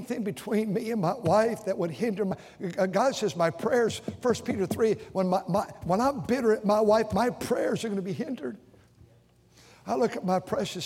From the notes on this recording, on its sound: During the Sunday Morning service on November 5, 2023, at North Valley Baptist Church in Santa Clara, California.